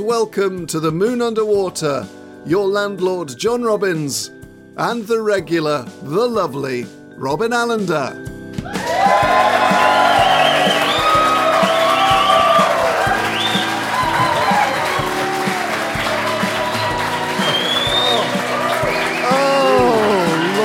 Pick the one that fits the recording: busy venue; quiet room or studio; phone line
busy venue